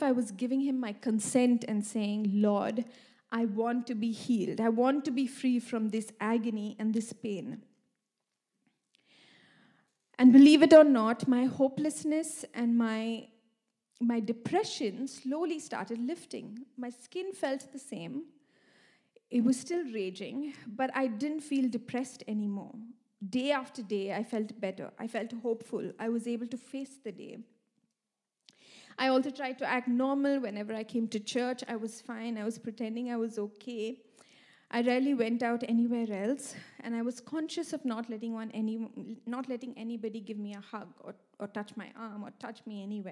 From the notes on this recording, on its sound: This message was recorded live at our Malmö Gathering on Sunday, August 6th, 2023.